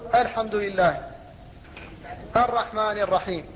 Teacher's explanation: فهمزة ال مفتوحة لا مكسورة